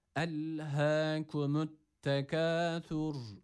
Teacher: En baştaki elif lam takısı burada yine sakin oluyor. Dilimizi hemen burada bırakmıyoruz.